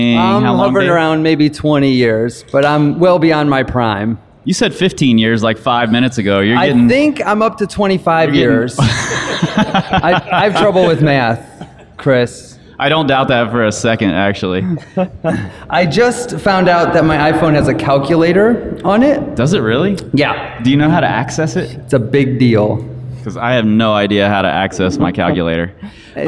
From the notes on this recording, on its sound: live in front of an audience